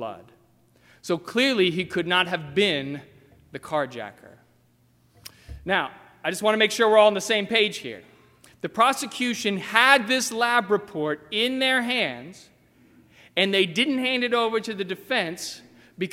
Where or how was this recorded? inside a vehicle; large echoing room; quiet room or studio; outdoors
large echoing room